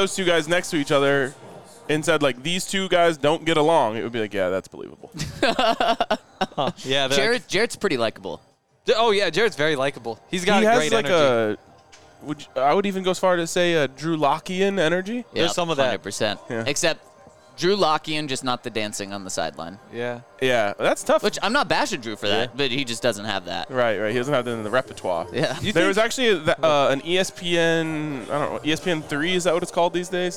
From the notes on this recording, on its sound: coming to you LIVE from Circa Resort & Casino in Las Vegas